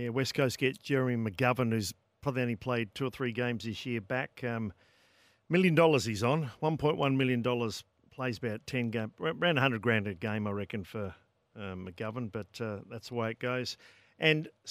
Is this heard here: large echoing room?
no